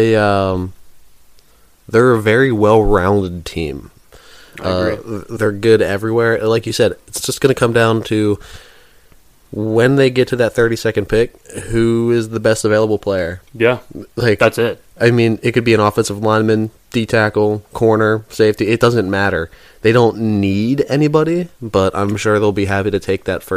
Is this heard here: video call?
no